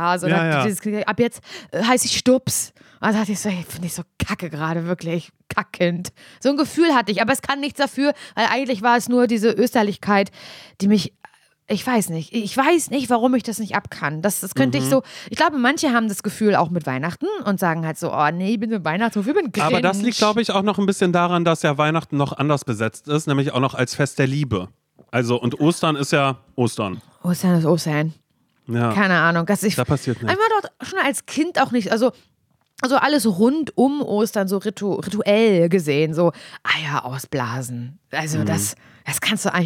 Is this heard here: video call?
no